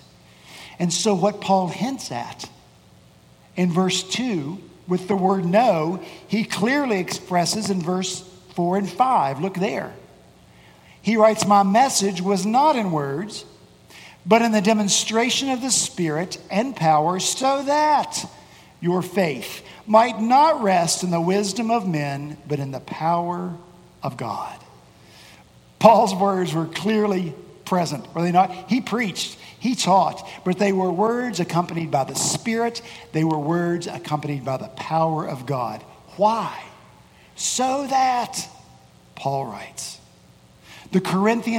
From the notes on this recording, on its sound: At Redeemer Presbyterian Church in Charleston, SC